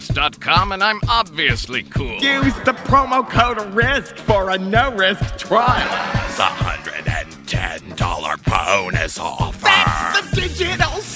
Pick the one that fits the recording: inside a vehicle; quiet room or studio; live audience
live audience